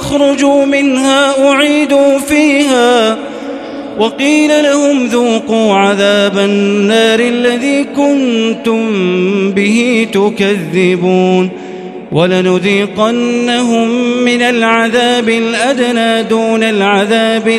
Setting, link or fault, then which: setting, large echoing room